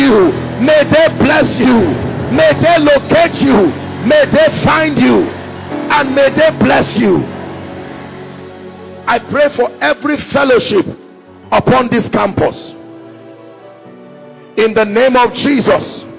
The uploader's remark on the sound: From Faith To Faith Conference, International Conference Centre, University of Ibadan 15th July, 2022.